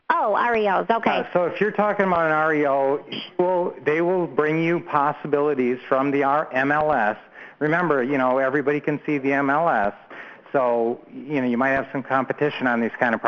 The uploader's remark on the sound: 2014-07-14 Q&A Call